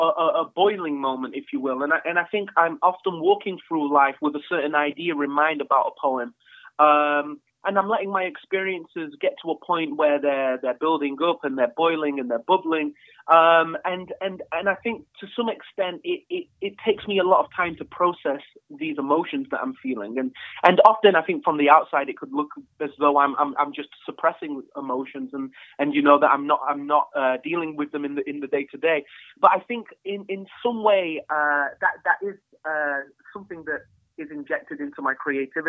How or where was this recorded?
phone line